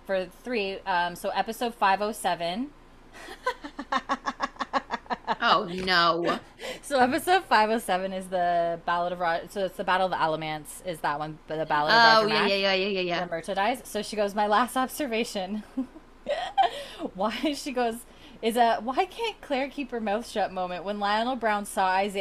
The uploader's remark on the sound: Sorry for the slight buzzing you may hear in the background…..it was the air conditioner and I thought the mic wouldn’t pick it up.